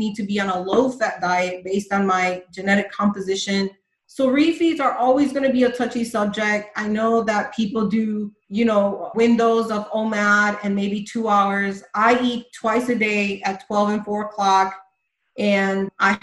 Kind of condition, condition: link, video call